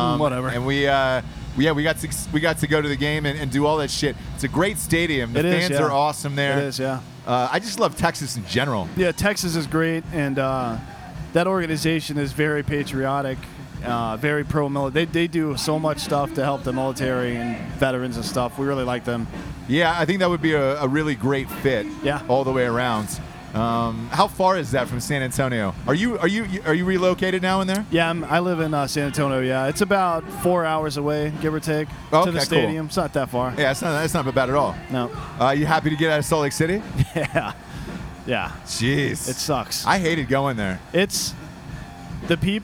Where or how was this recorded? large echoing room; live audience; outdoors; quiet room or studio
outdoors